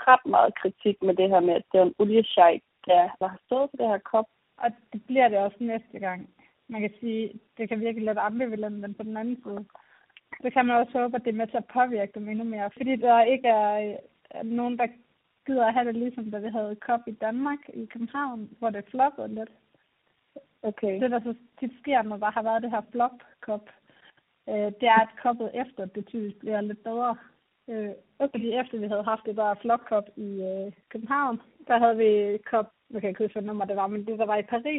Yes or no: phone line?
yes